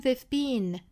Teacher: they 发完了之后再去发一个 v 的一个咬唇音就可以了